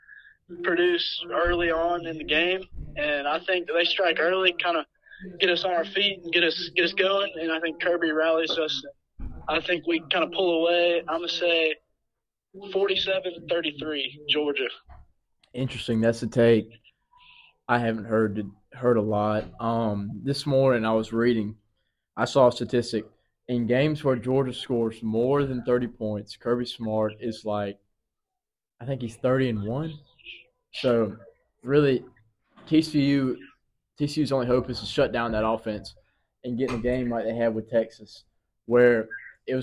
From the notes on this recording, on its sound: DAWG FOOTBALL WEEKLY goes to the phones. In this episode we hear from our loyal fans regarding the national championship and their takes on the game.